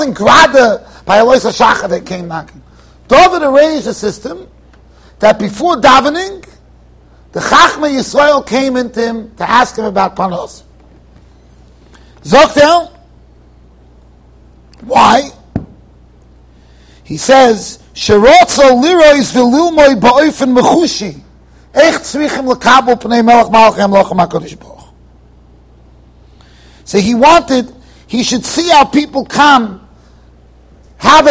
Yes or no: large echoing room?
yes